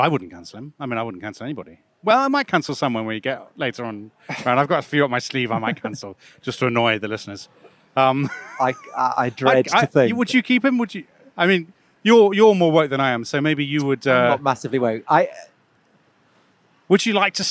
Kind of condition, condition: setting, outdoors